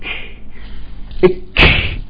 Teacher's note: فتخلصوا فيه من الشدة تبعها بالهمس. الكاف نقول إك، انحبست فتخلصوا منها بالهمس